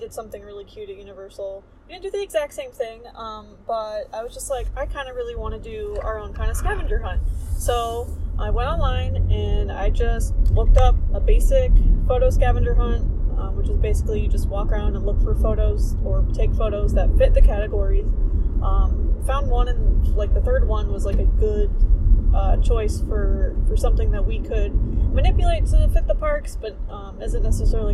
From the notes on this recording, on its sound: are in the car again